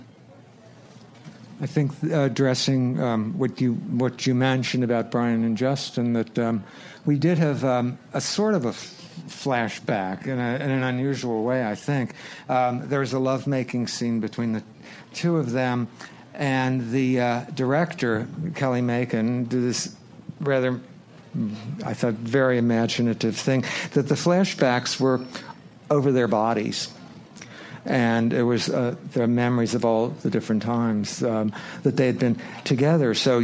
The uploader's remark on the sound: “Final Finale” panel from ATX Television Festival. Recorded at ATX Television Fest in June 2015.